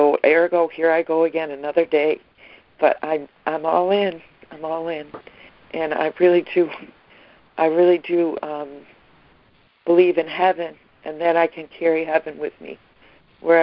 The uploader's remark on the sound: ACIM Daily Conference Call